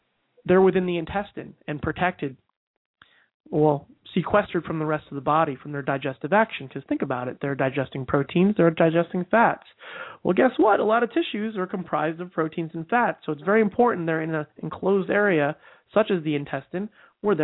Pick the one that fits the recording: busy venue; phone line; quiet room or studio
phone line